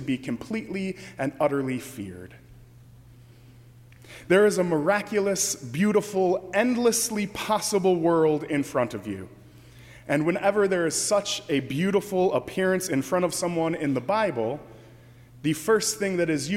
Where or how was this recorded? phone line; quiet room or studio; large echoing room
large echoing room